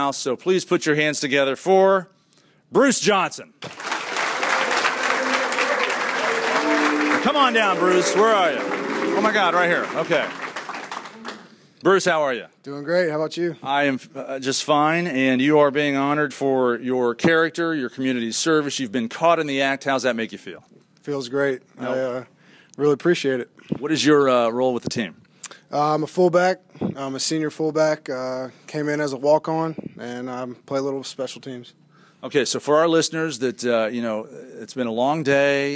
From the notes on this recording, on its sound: Live from the University of Southern Mississippi. The live audience at Southern Miss helps kick off this show.